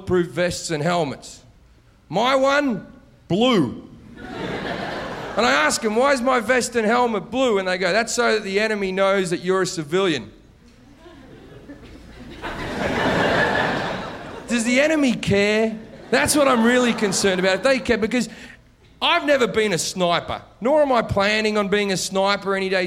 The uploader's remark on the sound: Live at Gotham